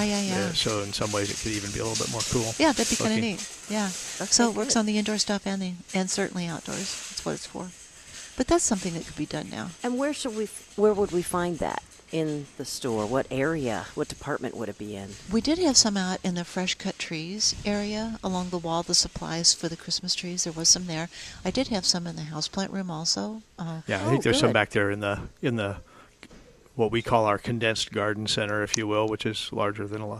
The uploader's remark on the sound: Plant Experts Live at Prairie Gardens 12-15-18